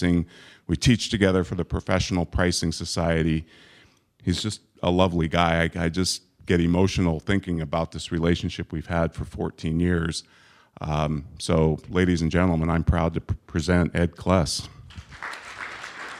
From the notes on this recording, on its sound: Day 2 of the live event coverage of the VeraSage Symposium. Every two years, the Fellows of VeraSage gather to learn from one another.